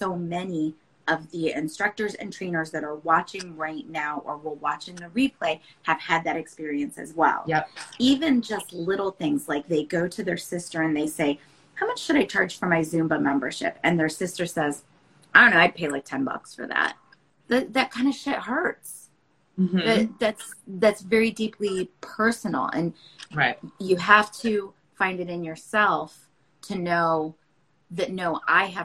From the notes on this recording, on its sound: This episode was originally recorded as an Instagram Live